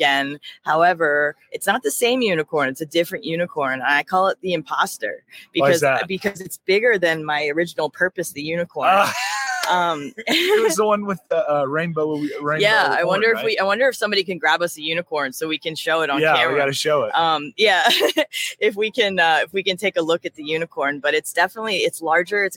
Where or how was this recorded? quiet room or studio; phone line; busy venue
busy venue